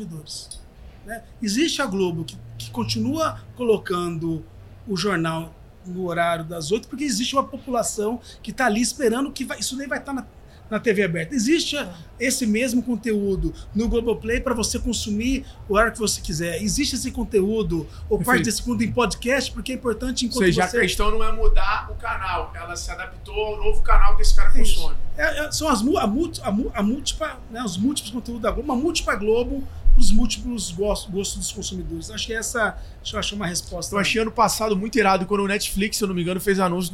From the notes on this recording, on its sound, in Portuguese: gravado diretamente do RD Summit, o maior evento de Marketing, Vendas e Inovação da América Latina